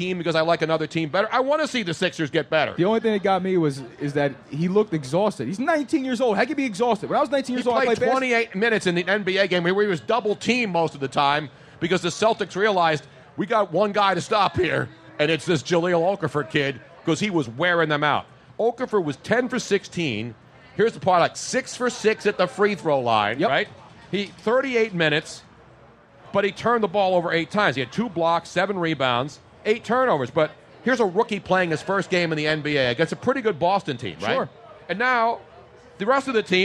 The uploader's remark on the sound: LIVE from the Original Tony Luke's in Sphilly for an A.B.A.T.E. MarineCorp, ToysForTots Event.